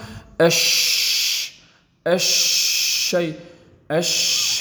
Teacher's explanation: انتشار صوت الشين من مخرجه حتى يصطدم بالصفحة الداخلية الأسنان العليا والسفلى · Term: التفشي